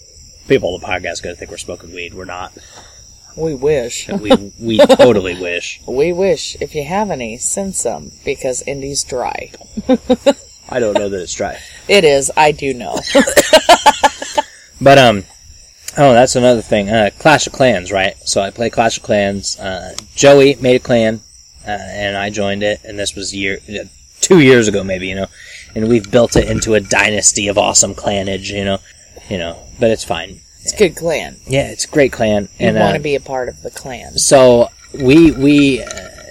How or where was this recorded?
outdoors